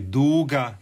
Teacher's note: to je samo uzlazni naglasak, isto je dug